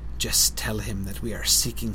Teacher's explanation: Lots of sibilance there, right? Very hissy speech.